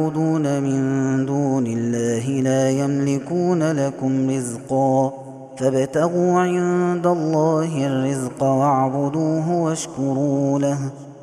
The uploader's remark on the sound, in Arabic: هذا التسجيل من صلاة التراويح